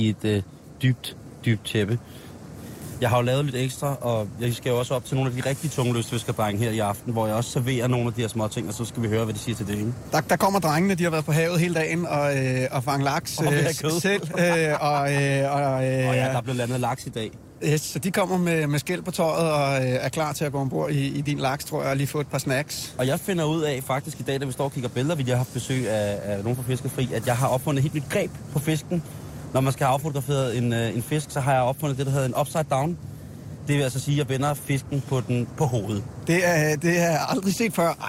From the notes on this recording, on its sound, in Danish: har lige sendt live fra Folkemødet på Bornholm